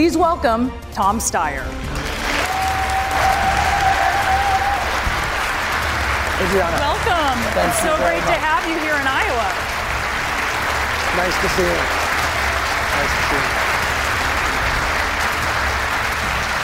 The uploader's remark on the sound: live town hall